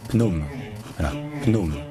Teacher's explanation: C'est-à-dire que, en fait, le PH au début ne se dit pas F, comme pour les mots d'origine grecque. C'est littéralement PH, donc ça se dit P. On dit un P aspiré techniquement. Mais puisque le P aspiré n'existe pas en français, on peut juste remplacer ça par un P normal.